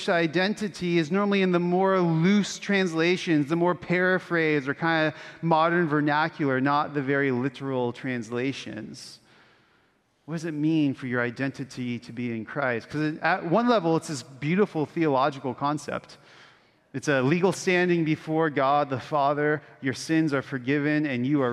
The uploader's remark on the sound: Originally preached at Bethany Lutheran Church in Austin, Texas